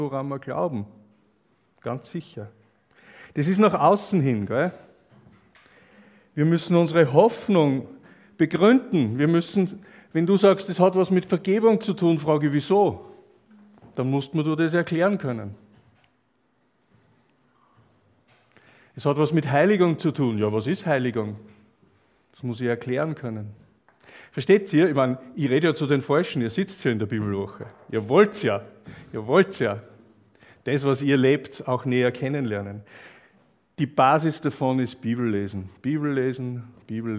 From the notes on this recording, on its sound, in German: Aufnahme einer Freizeit von 2017.